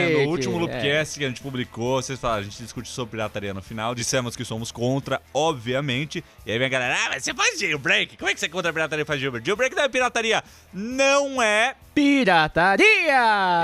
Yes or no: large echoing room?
no